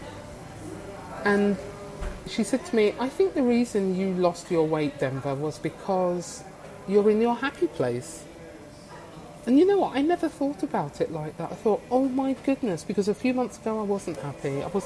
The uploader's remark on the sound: I recorded this episode in a coffee shop and as a result there may be a slight variation in sound volume.